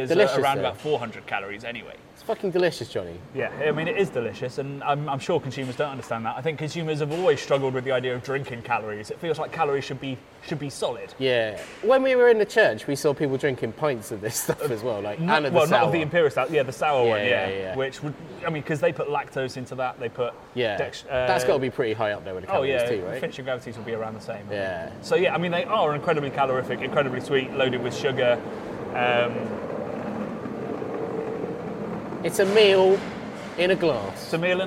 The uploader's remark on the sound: We're on location for this week's episode, as we come at you live from the Track Brewing taproom